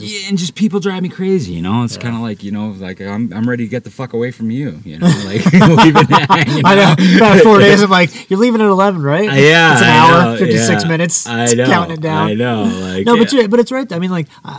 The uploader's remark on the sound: From camp in Bears Ears National Monument.